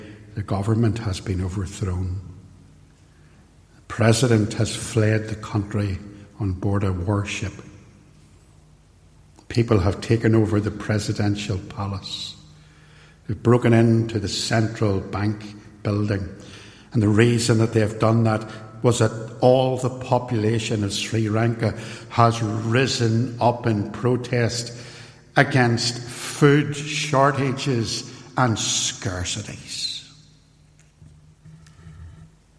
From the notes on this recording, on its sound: This sermon was recorded live at Templepatrick Reformed Church and is reproduced here with their permission.